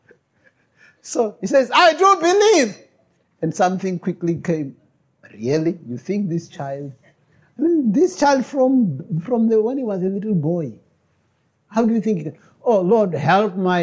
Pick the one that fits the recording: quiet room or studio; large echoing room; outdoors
large echoing room